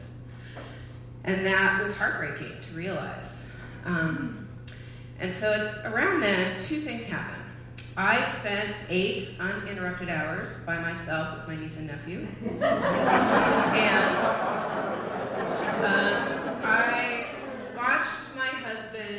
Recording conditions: live audience